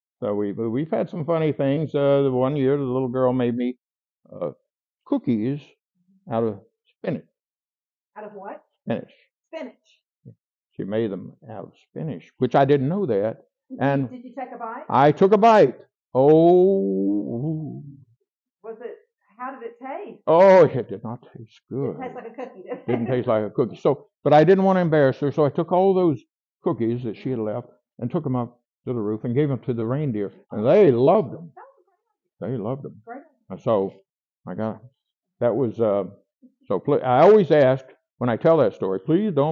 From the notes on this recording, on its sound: My microphone was not.